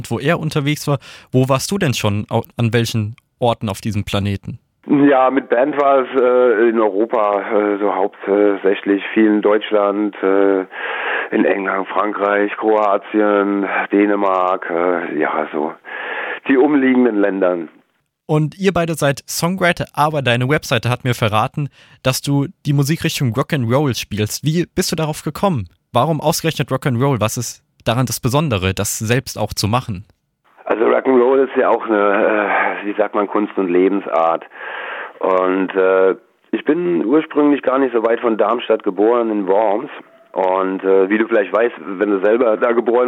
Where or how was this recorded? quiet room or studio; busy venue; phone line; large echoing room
phone line